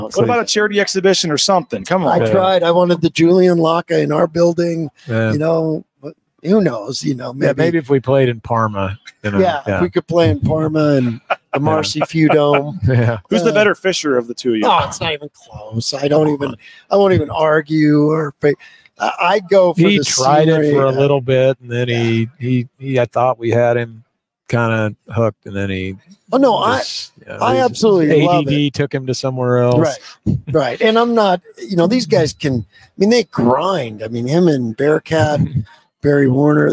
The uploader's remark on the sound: LIVE at Resorts World in Las Vegas for Mountain West Basketball Media Days.